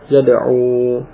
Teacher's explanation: Tapi karena itu sulit atau fiqal, ya, berat atau sulit untuk diucapkan yad'uwu, maka dhammah itu ditakdirkan. Dhammah pada wawu ditakdirkan, tidak ditampakkan. Sehingga cukup diucapkan yad'u.